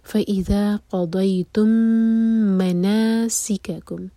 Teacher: میم کو ہولڈ کریں گے دو سیکنڈس کے لیے، ادغام شفوی ہو رہا ہے، میم اور میم مرج ہو رہے ہیں، اس کو ادغام مثلین بھی کہتے ہیں، سیم لیٹرس ہیں